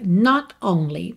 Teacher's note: Você não ouve mesmo o T de not, mas a gente tem uma pausa mesmo.